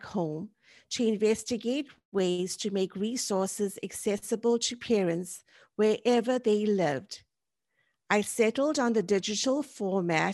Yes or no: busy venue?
no